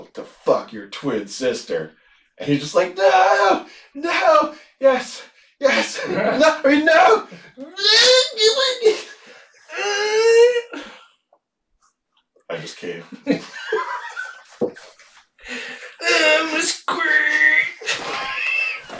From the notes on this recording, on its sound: We made an oopsie with the sound on this one.